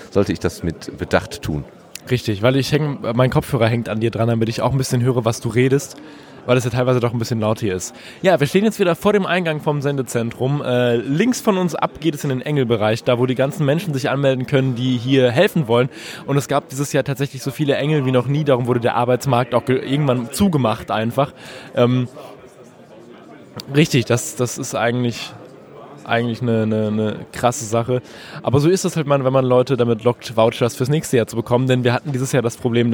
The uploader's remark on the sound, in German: RMN040 #33C3 Rundgang. Deswegen kommt die Aufnahme etwas weniger spritzig daher, als im letzten Jahr.